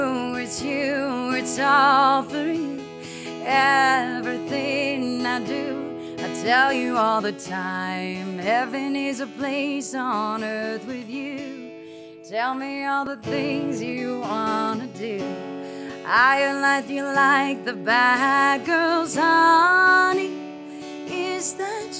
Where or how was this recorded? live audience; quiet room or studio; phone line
live audience